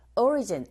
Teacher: 앞에 강세 주시면서 발음하면 되겠죠?